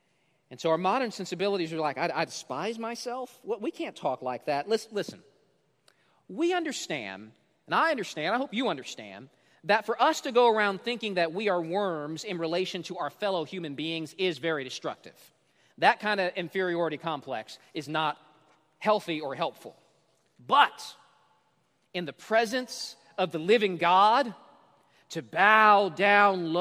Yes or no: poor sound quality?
no